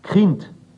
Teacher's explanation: Das Südbayerische zeichnet sich dadurch aus, dass das K am Wortanfang ganz hinten und stark behaucht gesprochen wird.